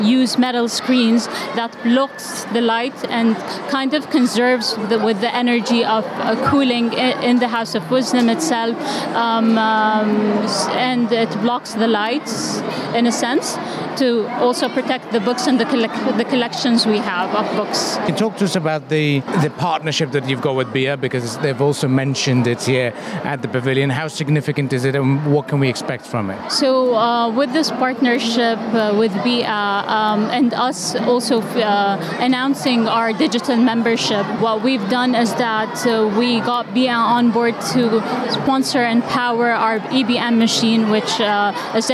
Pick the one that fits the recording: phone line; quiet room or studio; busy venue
busy venue